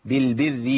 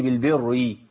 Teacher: الراء الأولى تتبع الثانية تفخيما وترقيقا، هنا مرققة · Shown in: first take · الراء الثانية لأنها مكسورة، يبقى الراء الأولى إيه؟ · Term: الساكنة ترقق